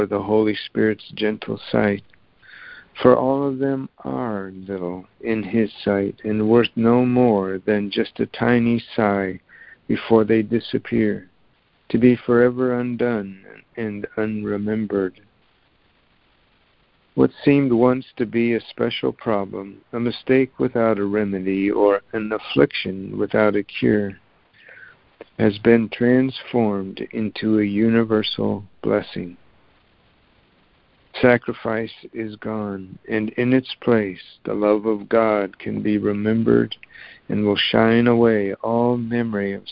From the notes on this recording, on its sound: ACIM Daily Conference Call.